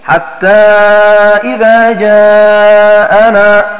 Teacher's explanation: من غير ألف بين الهمزة والنون، وهو المراد بقصر الهمزة